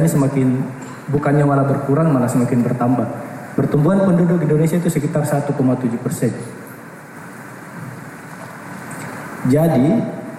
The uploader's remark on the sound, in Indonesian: kami menyajikan rekaman dari Simposium Makassar Biennale 2019 di hari pertama yang berlangsung pada 1 September 2019 di Ruang Teater Gedung Kesenian Sulsel Societeit de Harmonie